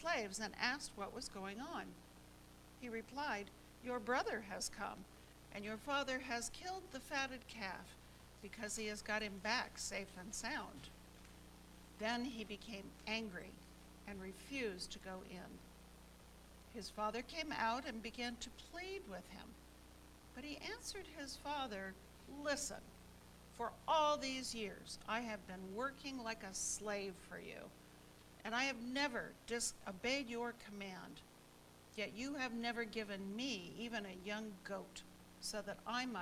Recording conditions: large echoing room